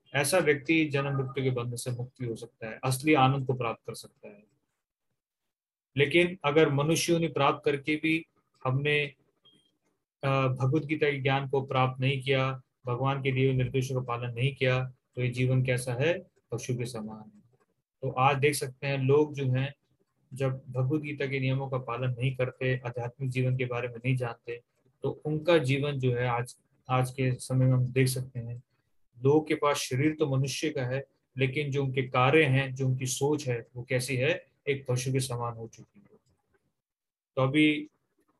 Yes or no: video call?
yes